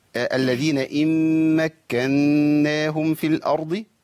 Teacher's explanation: عندي ست حروف ميمين وكافين ونونين، لابد من تمكينهم، وعندي اربع حركات غنه في الميم المشدده الاولى، وغنه بحركتين في الميم الثانيه، يبقى في النون اللي بعد كده، يبقى اقول ايه الذين ان مكناهم في الارض.